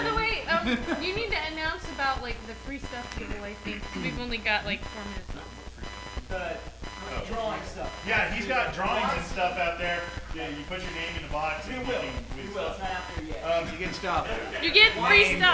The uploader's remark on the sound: RotO Panel from ConCarolinas 2004. Sorry about the audio quality. It was our first time recording a live panel.